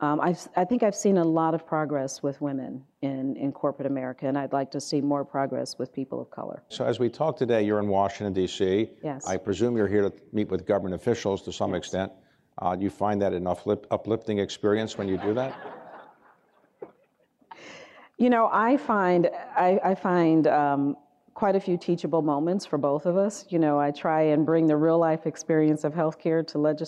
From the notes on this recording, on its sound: This interview was recorded Dec. At an Economic Club of Washington, DC event in Washington.